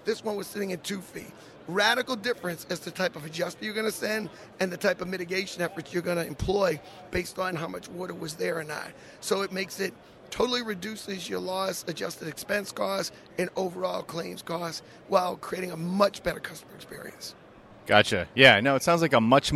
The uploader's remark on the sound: Live from ITC Vegas ’23